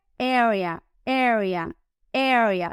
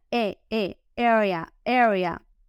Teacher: Área, se dice area, area, area. Lo que hay que hacer aquí es cambiar la A, la primera A, a una clase de E. Y decir la R súper suavecita